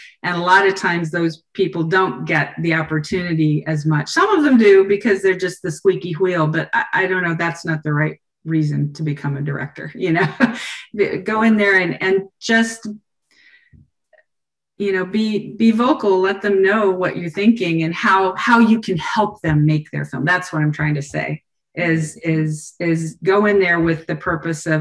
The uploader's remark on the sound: Took part in a virtual conversation. In this online session presented by VIEW Conference in partnership with ASIFA-Hollywood.